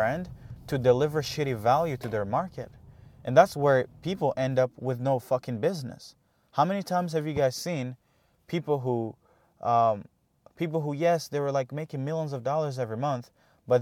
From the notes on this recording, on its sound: Every morning I go for a drive to get a bagel, so I decided to start taking this time to record a podcast